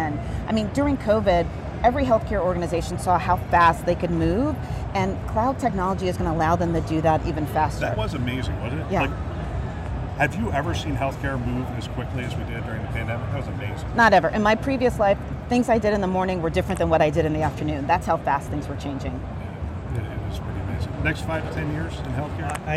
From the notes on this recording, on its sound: An Interview in Action live from ViVe 2023.